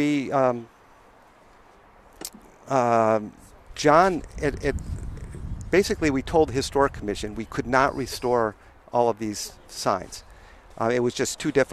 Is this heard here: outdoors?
yes